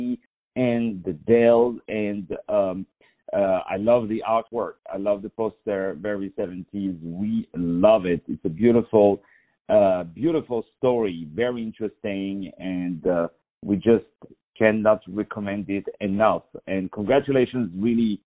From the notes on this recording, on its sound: On the phone